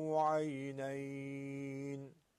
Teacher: ساکن میشه، میشه سبب برای مد لین. أَلَمْ نَجْعَلْ لَهُ عَيْنَيْن، میتونیم مد لین رو همون چهار حرکت مثل مد عارضی بکشیم